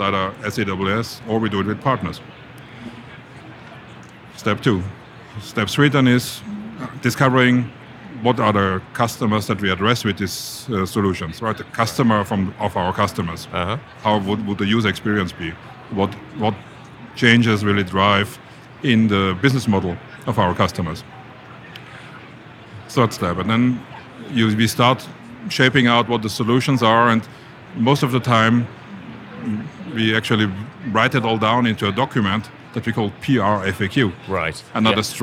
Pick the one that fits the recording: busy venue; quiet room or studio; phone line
busy venue